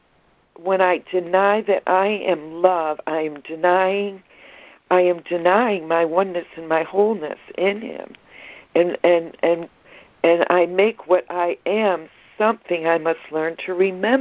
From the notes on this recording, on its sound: ACIM Daily Conference Call